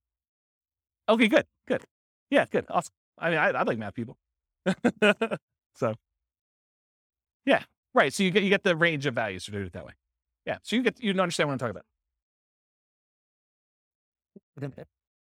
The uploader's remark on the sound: This was a live class recorded